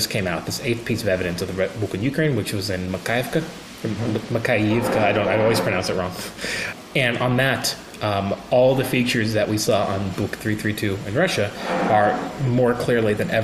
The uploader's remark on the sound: Sorry for the background noise, we talked in a pub that was almost empty when we started but became quite crowded in the course of the conversation.